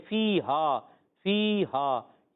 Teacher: फी हा फी हा या मद्दा अली मद्दा, या संग से पहले जेर या मद्दा, अलिफ से पहले जबर अली मद्दा, दोनों को एक एक अलिफ खींचना है